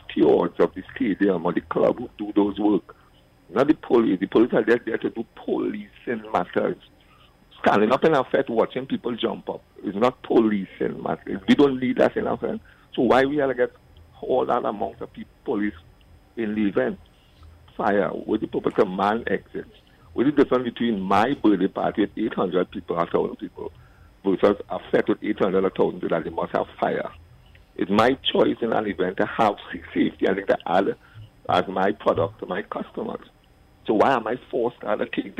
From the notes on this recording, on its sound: During this hour we take calls from our audience.